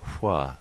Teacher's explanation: the voiceless, labialized, velar approximant. So it's the co-articulation, the hua sound.